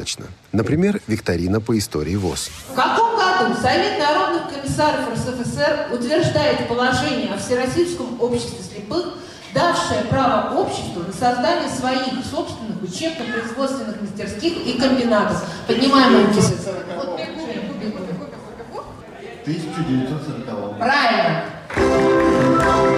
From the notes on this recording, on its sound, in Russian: Неформальная встреча со слушателями в Крыму. Запись прямого эфира.